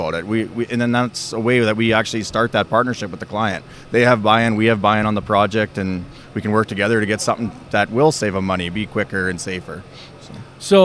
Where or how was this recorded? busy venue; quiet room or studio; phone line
busy venue